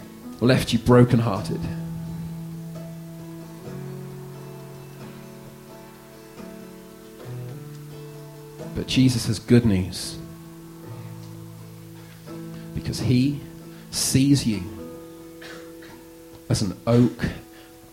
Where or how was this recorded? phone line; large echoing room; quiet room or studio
large echoing room